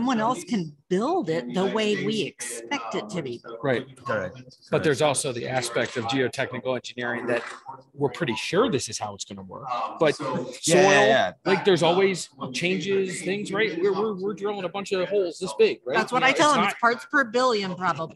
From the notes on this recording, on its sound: Live from the DFI46 Exhibit hall